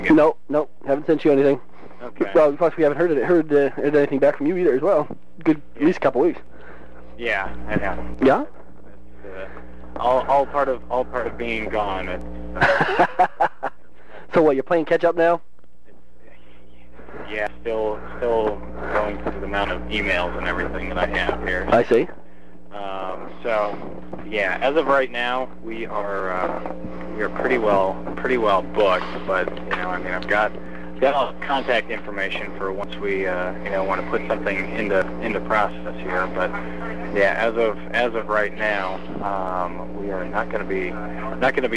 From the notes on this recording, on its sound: FOX News Radio. This podcast episode includes 16 different phone calls, made over a period of almost 3 months.